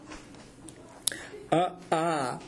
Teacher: अ आ इत्यनेन स्पर्शः न भवति तत्र जिह्वायाः स्पर्शः न भवति